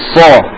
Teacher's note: Yang bikin bunyi tebal, itu adalah terangkatnya pangkal lidah. Bukan majunya bibir. Ya, sekali lagi, tebalnya suara sod dan huruf-huruf idbak yang lain atau huruf-huruf istiala yang lain bukan karena majunya bibir, tapi karena terangkatnya pangkal lidah. · Terkurungnya suara pada celah sempit antara lidah dan langit-langit atas. · Term: idbab